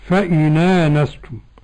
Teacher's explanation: هنا مد بدل، لأن الهمز تقدم على حرف المد